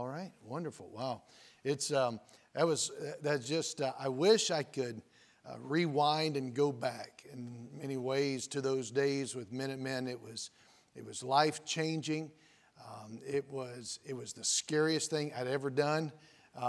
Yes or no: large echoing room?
yes